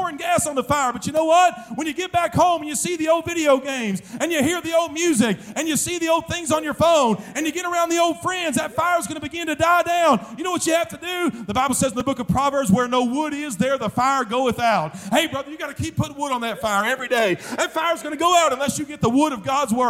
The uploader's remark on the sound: during the Wednesday Evening service of the 40th Annual National Youth Conference in Santa Clara, California